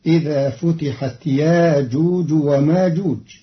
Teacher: قرأ قالون كلمتي يأجوج ومأجوج بإبدال الهمزة الساكنة حرف مد بمقدار حركتين، فتصير إذا فتحت ياجوج وماجوج، مرادا به التخفيف.